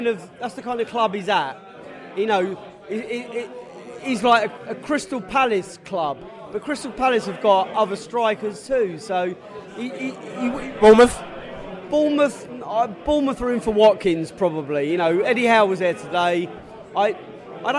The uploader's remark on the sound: post-match podcast from the pub